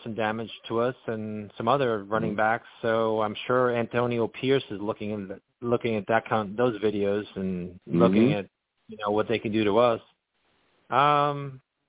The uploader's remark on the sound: I take live callers!